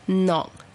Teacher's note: 其实咧呢一个字应该读做诺 n 声母嘅诺吓，有少少鼻音